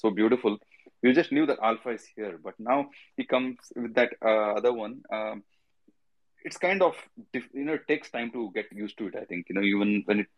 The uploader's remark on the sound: This episode is the recording of a Twitter space held on the MetaJungle Twitter on May 6, 2022.